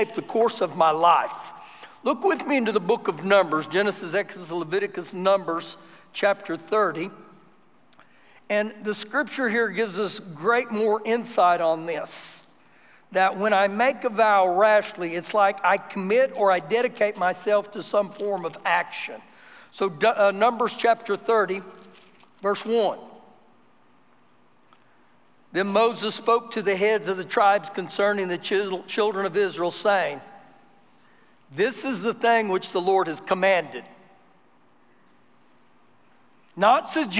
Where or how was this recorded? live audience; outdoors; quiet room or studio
live audience